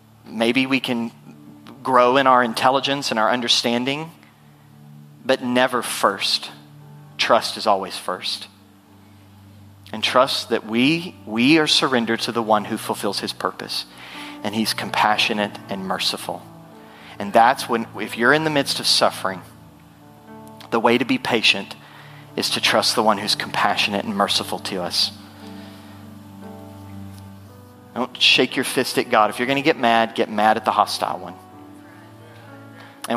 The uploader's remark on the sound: Full Sunday Service June 11, 2023